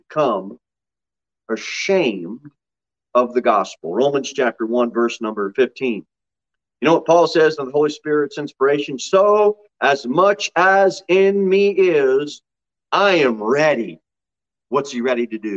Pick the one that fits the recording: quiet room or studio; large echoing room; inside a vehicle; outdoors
large echoing room